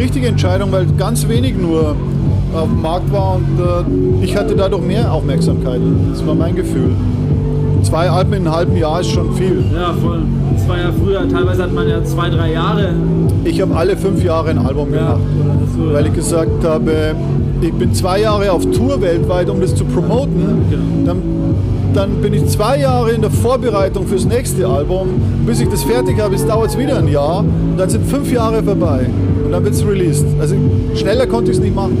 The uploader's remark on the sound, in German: Wir haben das Techno Urgestein auf dem Wilde Emma Festival in Nürnberg getroffen und uns kurz nach seinem Auftritt und einem Brathühnchen mit Pommes ein bisschen unterhalten.